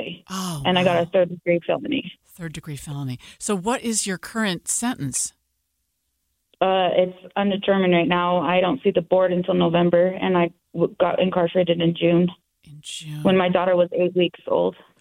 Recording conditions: phone line